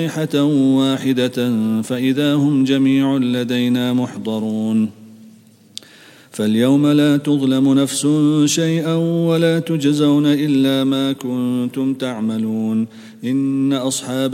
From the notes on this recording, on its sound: at the Houghton Masjid (West Street)